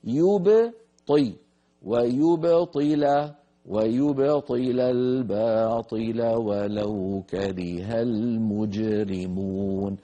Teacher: الساكن المقلقل لا يتأثر بالضمة قبله ولا بالكسرة بعده، بل يأخذ حظه من السكون ومن القلقلة